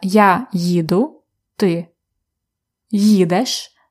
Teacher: be careful to pronounce yi very well. Uh, there are two sounds there. It's y and i.